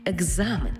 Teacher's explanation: А в транскрипції і у вимові будемо чути «г» і «з». Екзамен, тобто дзвінкий плюс дзвінкий.